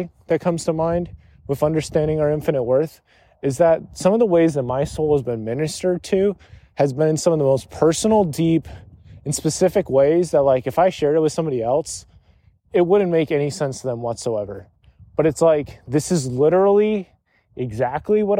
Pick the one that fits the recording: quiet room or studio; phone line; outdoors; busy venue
outdoors